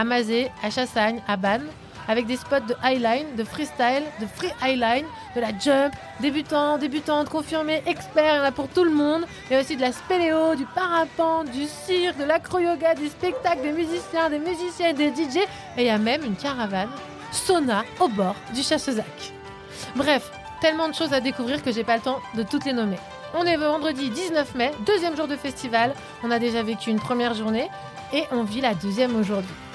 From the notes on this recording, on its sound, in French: En direct de Bambou canoë au festival ARDECHE MEETING. Les Vans (07). Micro trottoir dans les rues des Vans après le spectacle.